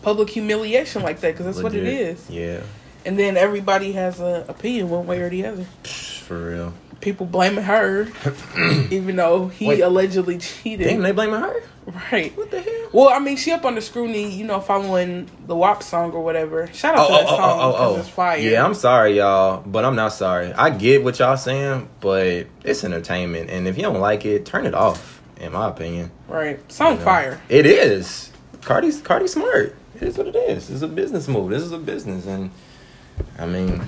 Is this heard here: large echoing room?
no